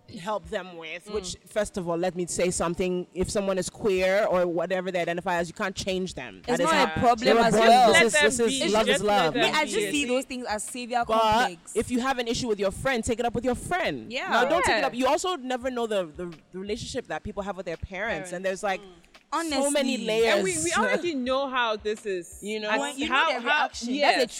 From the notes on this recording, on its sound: It’s beach day with the roomies as we take our recording to the beautiful Rehab Beach Club.